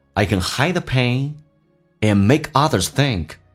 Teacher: and 的 D 不发音，这叫略音，而且 and 一闪而过